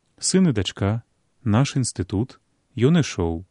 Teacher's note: Гук «і» змяняецца і пасля бальшыні цвёрдых зычных, супадае з гукам «ы».